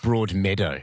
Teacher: Emphasis on the meadow.